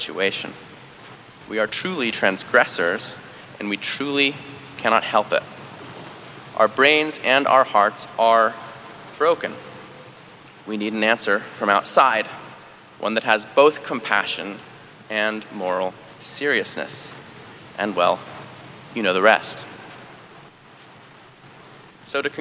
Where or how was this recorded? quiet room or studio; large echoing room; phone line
large echoing room